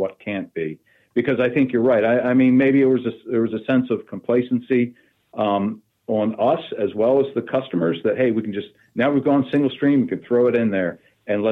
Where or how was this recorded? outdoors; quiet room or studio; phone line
phone line